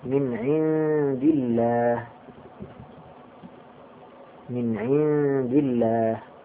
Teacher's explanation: إذا كان ما قبل لفظ الجلالة مكسورا فإن لفظ اللام في لفظ الجلالة يرقق